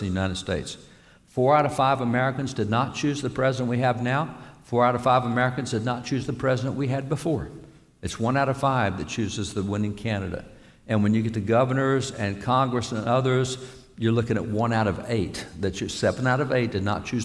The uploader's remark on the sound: Live From Life Church